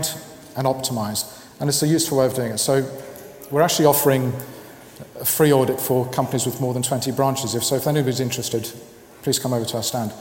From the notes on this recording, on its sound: This week’s internet marketing podcast shares a talk from the BrightonSEO conference which took place in April.